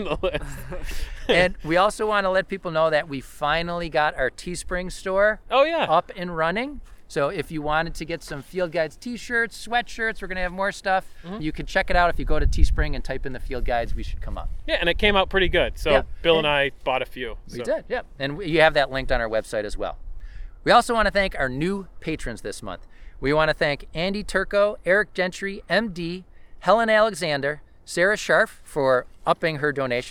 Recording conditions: outdoors